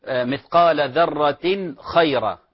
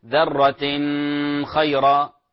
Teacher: لاحظ طرف اللسان يذهب اللسان مباشرة إلى مخرج النون المظهرة · Shown in: first take · إلى مخرج النون المظهرة، فلا يلتبس بأنها إخفاء، بعض المبتدئين يلتبس عليه بأنها إخفاء فيقول ذرة خيرة وهذا خطأ والله تعالى أعلم.